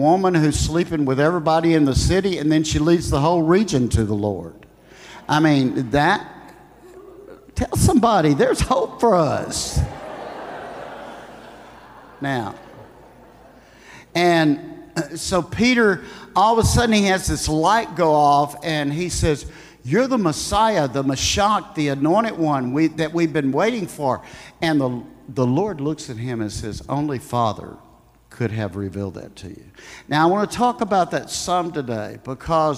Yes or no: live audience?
yes